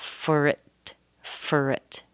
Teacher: Connect the R with the I, and the I becomes a schwa, for it, for it.